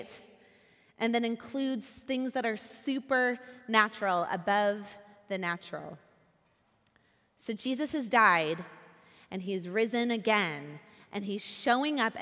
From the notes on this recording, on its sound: Recorded at our Sunday gathering on April 9th, 2023 in Port Orchard WA.